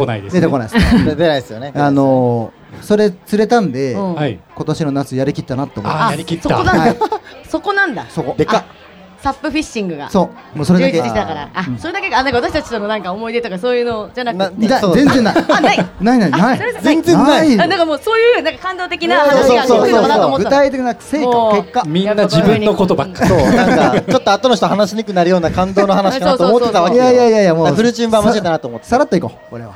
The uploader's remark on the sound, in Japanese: ついに、初のリアル公開収録を、逗子海岸海の家「シーサイドリビング」さんをお借りしてやってきました！ガチオフラインははじめてだし、海の家という環境で収録するのもはじめてだったので。